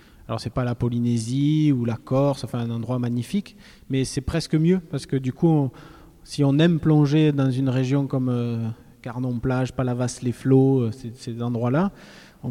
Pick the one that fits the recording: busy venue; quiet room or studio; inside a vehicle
busy venue